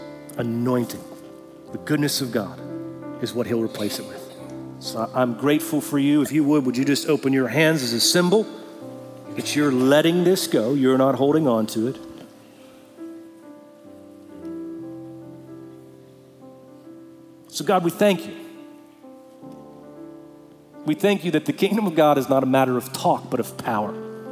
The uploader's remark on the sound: Recorded Live at Brookwood Church on 11.05.2023